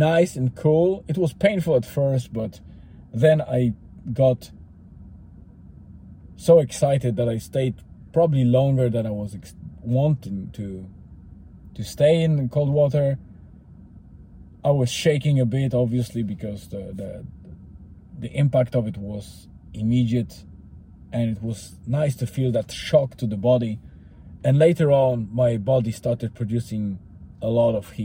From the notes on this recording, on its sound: I have recorded it on my way to (in)famous Eany Water, just before the sunset, to calm my body and mind, with a companion of river noise and the ambience of the forest.